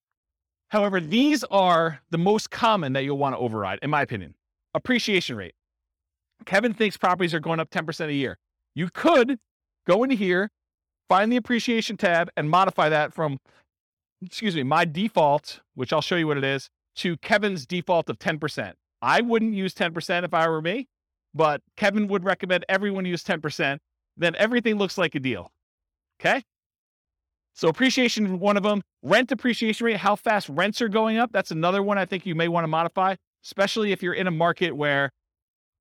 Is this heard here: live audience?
yes